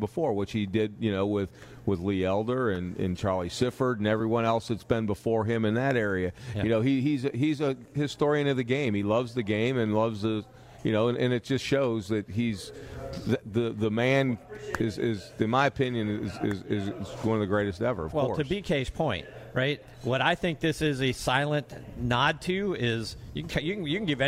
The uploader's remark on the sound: LIVE from the Dogwood Club championship in Austell, Georgia